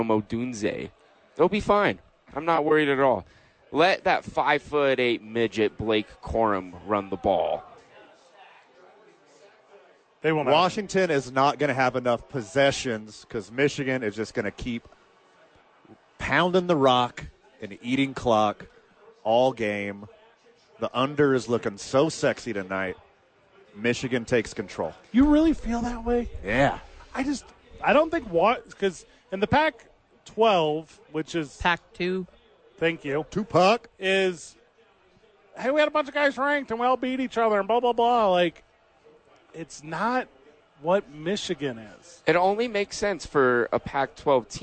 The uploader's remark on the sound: live at Howies watching the National Championship